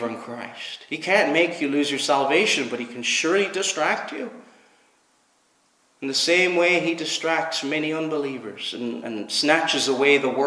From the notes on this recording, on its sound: Preached at Knock - Point Free Church